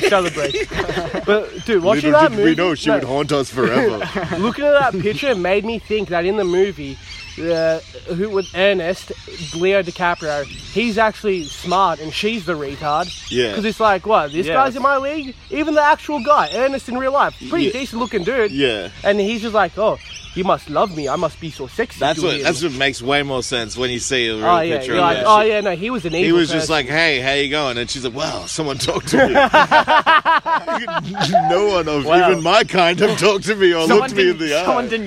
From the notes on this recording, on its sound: Disregard the outdoor audio.